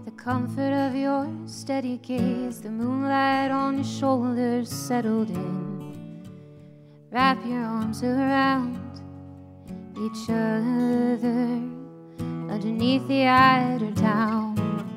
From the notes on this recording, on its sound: from the 2020 30A Songwriters Festival